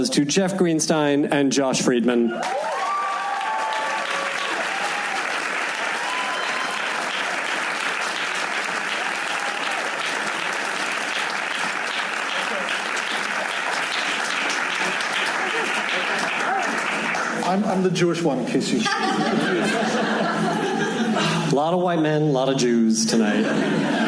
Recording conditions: busy venue